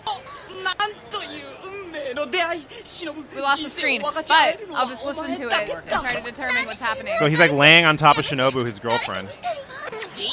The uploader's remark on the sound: Live from INTERNET YAMI-ICHI